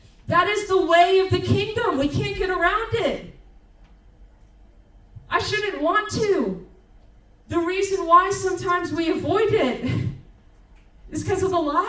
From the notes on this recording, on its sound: Recorded on October 8, 2023 at Crossing Life Church in Carmel, ME.